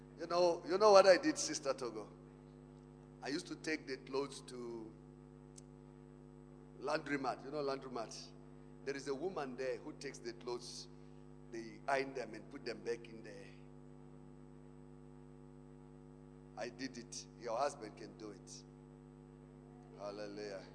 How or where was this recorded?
large echoing room